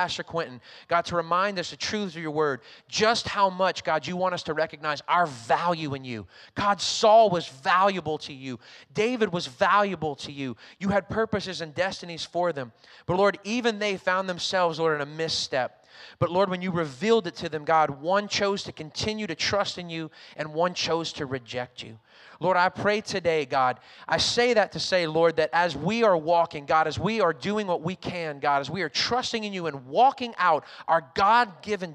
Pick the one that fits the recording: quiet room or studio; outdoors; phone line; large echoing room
large echoing room